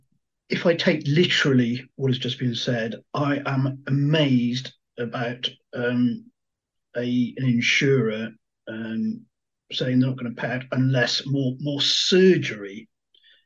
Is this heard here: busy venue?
no